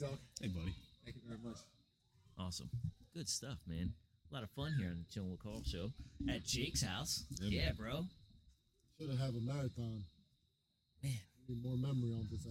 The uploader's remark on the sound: We did something different with this episode and doing a show outside.